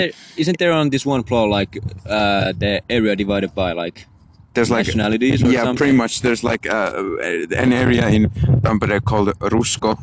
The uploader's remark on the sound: In this episode we are outside on a friday night rambling as always.